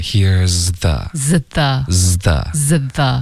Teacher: 舌头在读 z 的时候、读完了顺势往前一推对就变成了跟舌跟这个牙齿间摩擦发出了 the